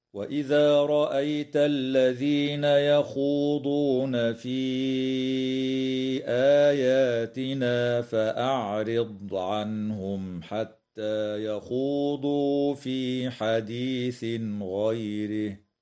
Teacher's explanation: كما تظهر الميم الساكنة عند الحاء في قوله تعالى عنهم حتى، ويسمى إظهارا شفويا، ويجوز الوقف على كلمة غيره من قبيل الوقف الكافي هكذا.